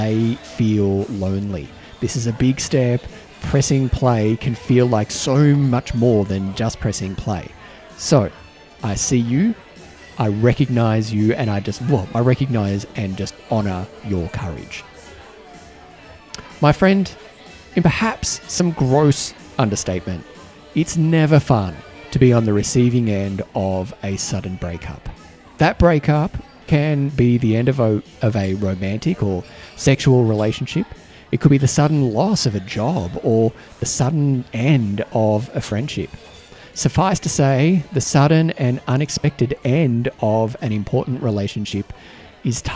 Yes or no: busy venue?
yes